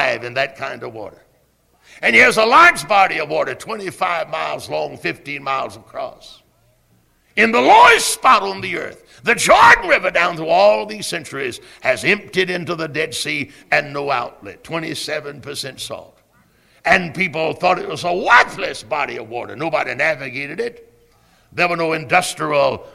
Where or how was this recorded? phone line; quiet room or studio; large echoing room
large echoing room